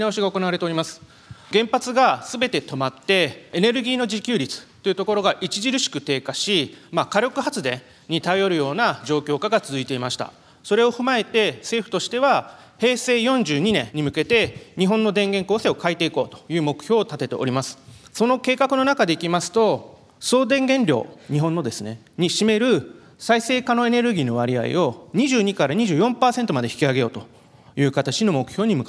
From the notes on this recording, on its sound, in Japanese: 東京証券取引所で開催した「J-REITファン2018」に登壇した